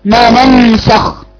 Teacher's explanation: افتحي الأول النون الأولى، ثم اظهري النون الثانية بصفتها وبغنتها وبزمنها وحركتين اللي بنديها لها